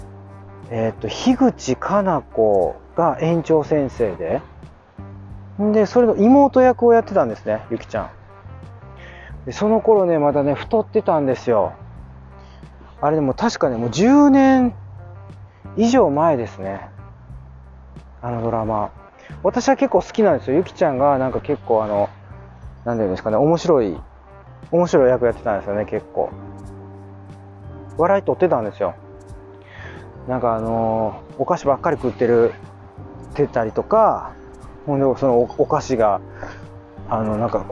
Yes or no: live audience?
no